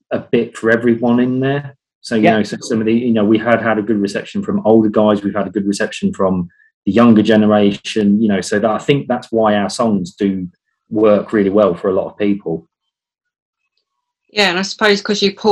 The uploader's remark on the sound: Recorded via Zoom